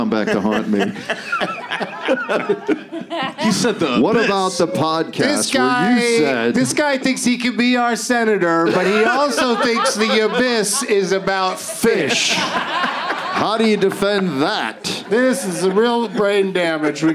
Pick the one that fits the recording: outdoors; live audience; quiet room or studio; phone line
live audience